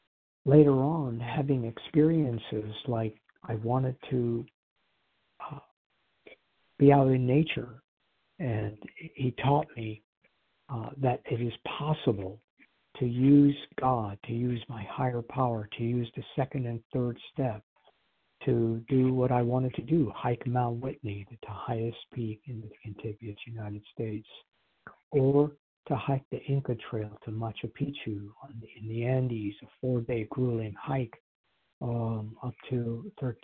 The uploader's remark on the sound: qualification from the 100 Pounders Phone Meeting